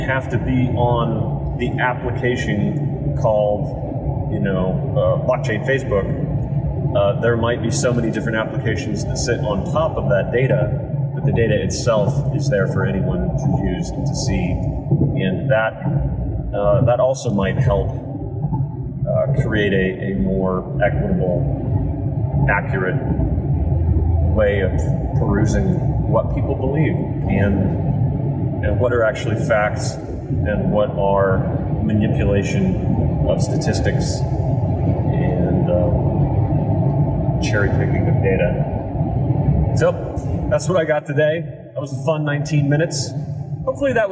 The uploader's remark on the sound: Sorry for the audio quality issues, but this one has a enough good info to warrant putting out a podcast that is technically subpar.